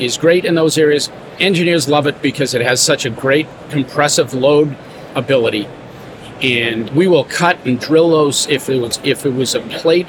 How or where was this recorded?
busy venue